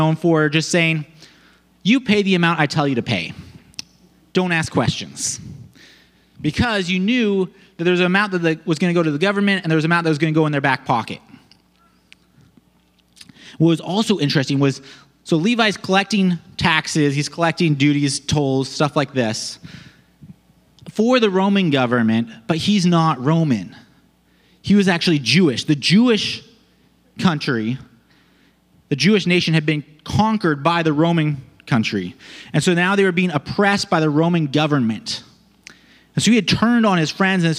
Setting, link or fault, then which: setting, large echoing room